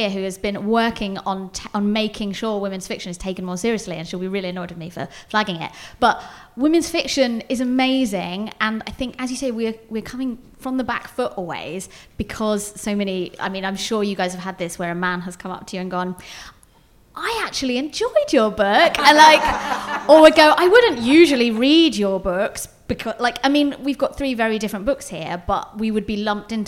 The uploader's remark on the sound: Live at the Margate Bookie. We are back at this year's Margate Bookie for a fun, frank and freewheeling conversation with three brilliant authors.